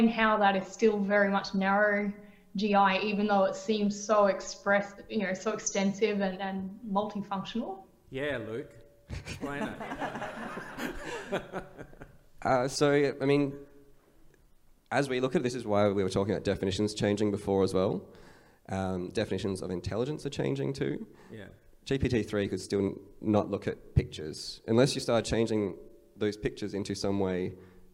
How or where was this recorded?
live audience